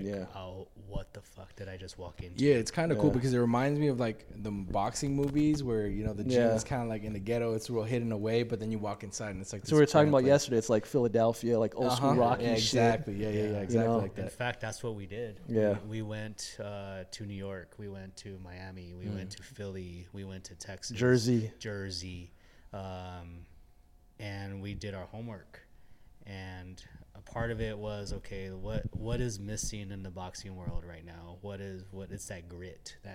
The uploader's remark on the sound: On this episode we step outside of the studio and take a trip over to the Arts District in Las Vegas to visit Vegas Kombat Fight Club.